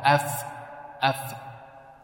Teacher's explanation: الفاء ومن بطن الشفة مع أطراف الثنايا المشرفة وفاء أف أف أطراف الثنايا العليا مع بطن الشفة السفلى · Term: مخرج الفاء